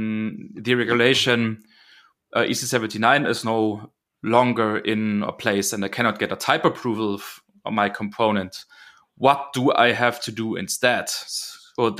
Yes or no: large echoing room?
no